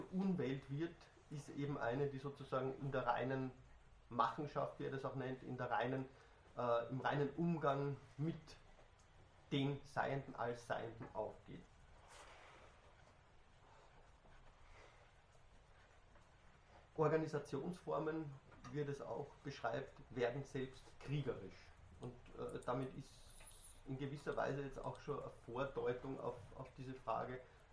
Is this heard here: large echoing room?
yes